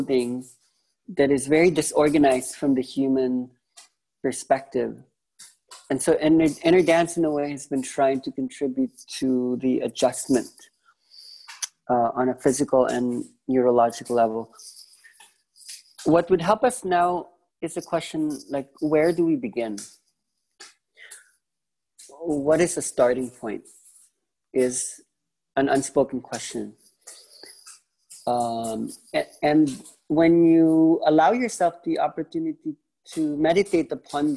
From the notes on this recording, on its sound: This was the first zoom call for Week One for the online-ides